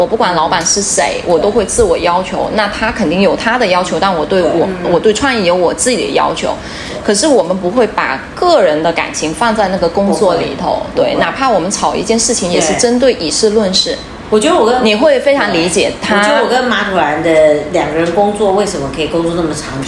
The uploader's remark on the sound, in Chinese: 希望这是渣音质的最后一期，大疆的小蜜蜂录出来的音质还比不上苹果手机，所以本期环境噪音略有点大，对音质敏感的同学不建议戴耳机收听。